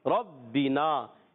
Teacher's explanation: ربنا با مشدد ذرا رک کر ادا کریں گے